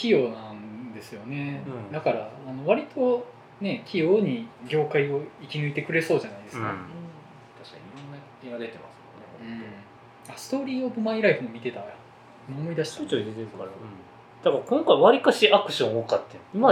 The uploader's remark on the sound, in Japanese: 収録環境の問題で音質が悪いです。